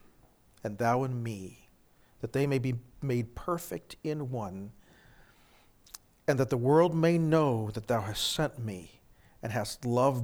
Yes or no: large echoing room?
yes